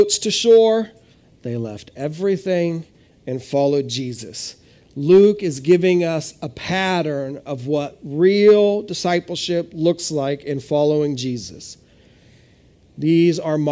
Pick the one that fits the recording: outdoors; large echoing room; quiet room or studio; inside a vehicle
large echoing room